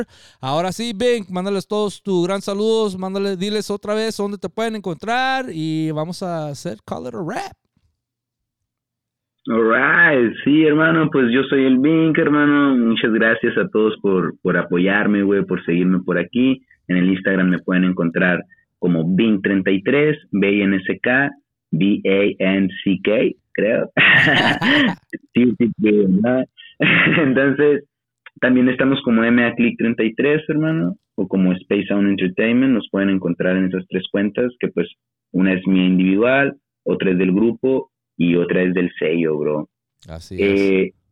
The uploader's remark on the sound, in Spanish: Entrevista Telefónica